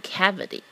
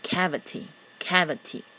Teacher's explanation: T 呢会类似于一个 D 的音 · Shown in: first take